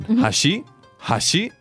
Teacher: The intonation is going up like you're asking a question.